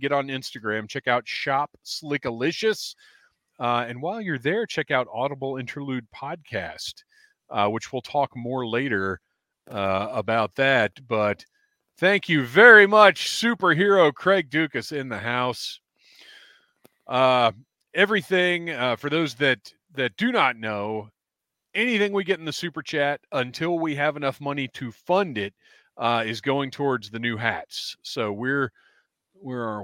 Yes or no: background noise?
no